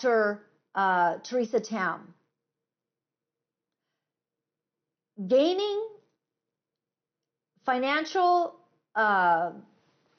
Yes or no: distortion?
no